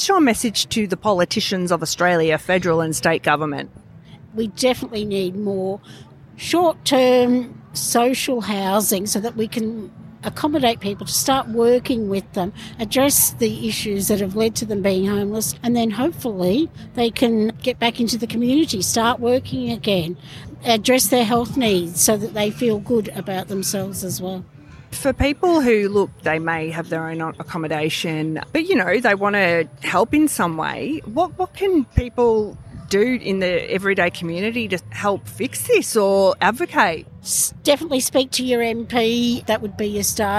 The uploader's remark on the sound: This is an episode recorded during Homelessness Week 2023, live from Harmony Square Dandenong in Melbourne's south east. Co-hosted by Wayss and City of Greater Dandenong.